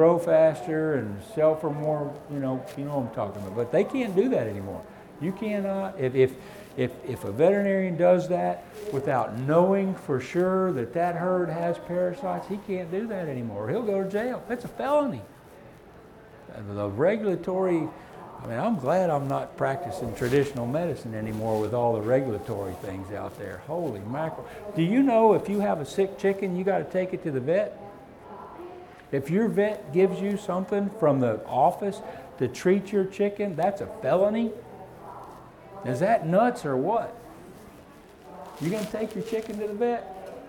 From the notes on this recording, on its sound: Seminar/Discussion recorded live from the Fall 2017 Equine Affaire in Springfield MA.